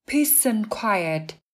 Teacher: âm s, s ở từ peace thường nối với âm a ở từ an